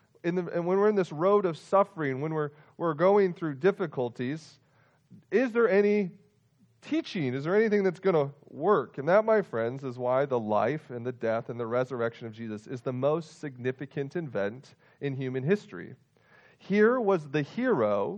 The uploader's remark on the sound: Full length audio recording of this week’s worship service.